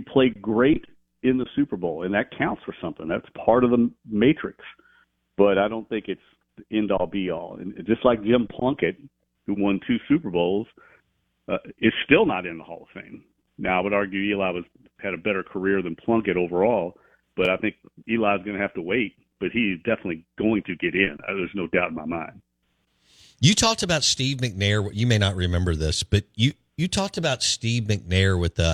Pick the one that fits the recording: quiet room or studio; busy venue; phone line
phone line